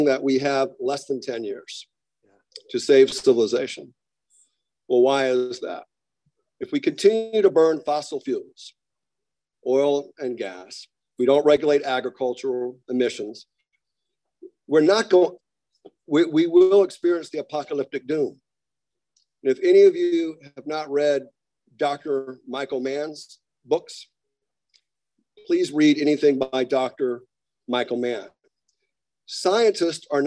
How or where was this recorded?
video call